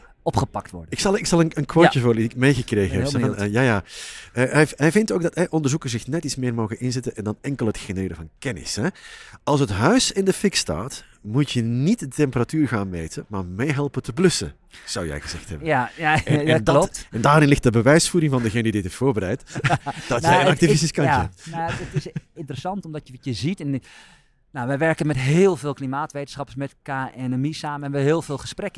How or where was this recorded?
busy venue